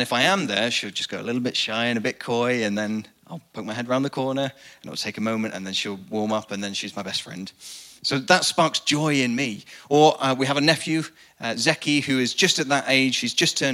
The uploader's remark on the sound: Recorded live at the Chesterfield Campus. The message from the evening service.